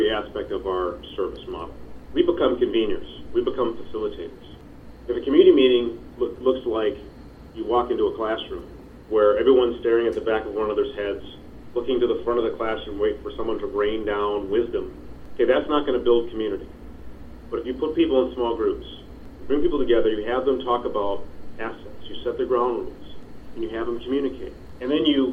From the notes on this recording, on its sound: On the phone with me today